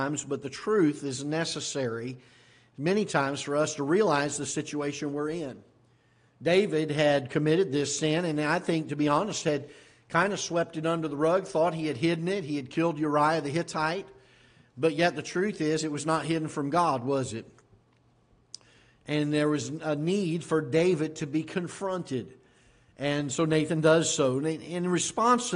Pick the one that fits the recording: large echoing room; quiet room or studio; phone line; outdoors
large echoing room